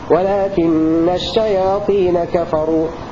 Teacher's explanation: بتشديد النون ونصب الشياطين